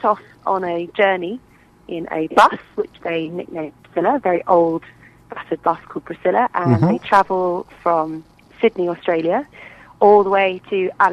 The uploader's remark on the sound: on the phone